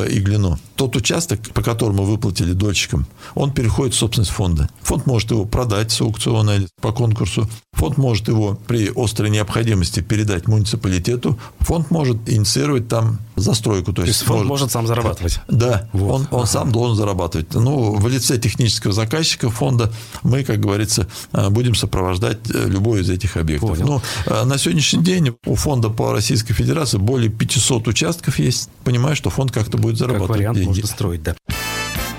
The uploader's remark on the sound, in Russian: По телефону.